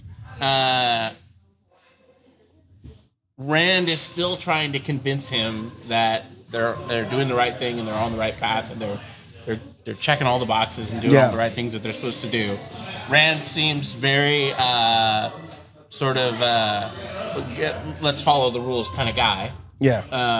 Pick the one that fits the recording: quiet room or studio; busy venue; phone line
busy venue